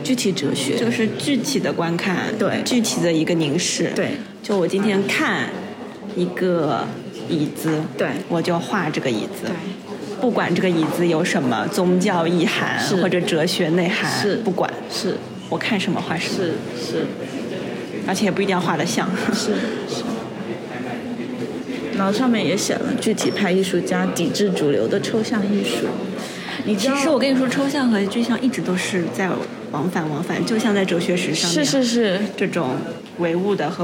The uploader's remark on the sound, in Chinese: 今天我去参加西岸美术馆最新的常设展《万物的声音》的开幕式。与几位朋友，尤其是预展现场临时捕获的朋友们一同看展。